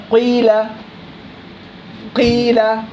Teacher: الحركة المشمة عندنا حركة وشممناها بعض الحركة، عندنا كسرة وشممناها ضمة